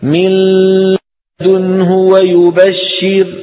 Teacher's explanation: ماذا تفعلون؟ تضعون لسانكم على مخرج اللام وتأتون بغنة من الأنف في الوقت نفسه